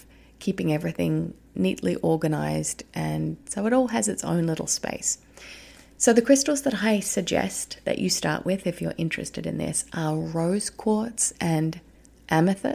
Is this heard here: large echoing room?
no